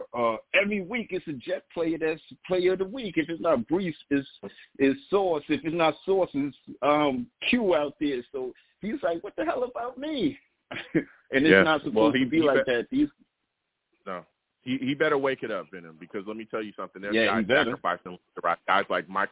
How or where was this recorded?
phone line